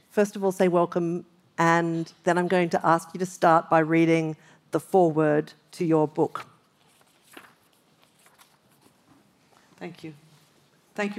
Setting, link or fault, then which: setting, live audience